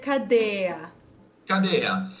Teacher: the E, in either case, will always be closed.